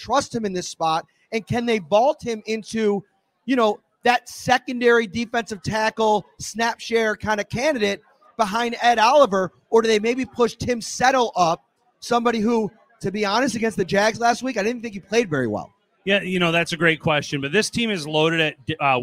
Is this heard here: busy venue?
yes